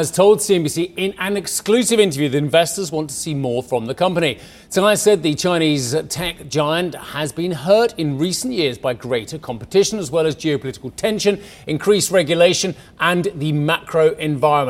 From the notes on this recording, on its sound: We are live at the Mobile World Congress in Barcelona